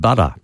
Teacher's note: So Americans turn medial T's into D's quite often.